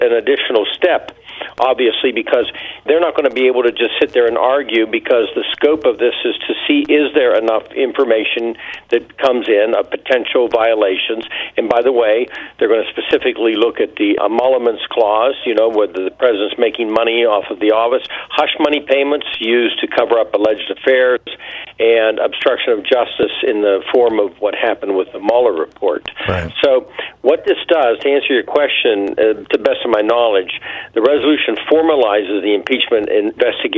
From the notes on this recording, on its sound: Listeners call